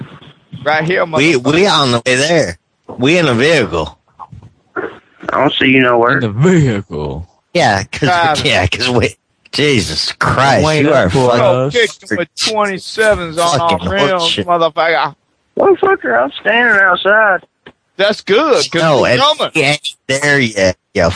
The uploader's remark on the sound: Prank Phone Calls